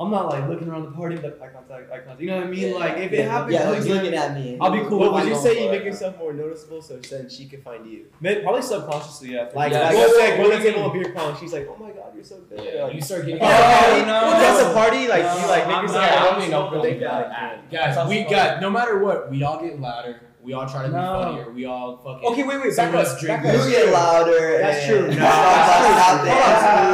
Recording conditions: poor sound quality